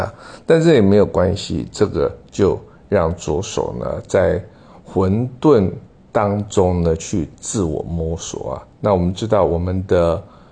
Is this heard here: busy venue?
no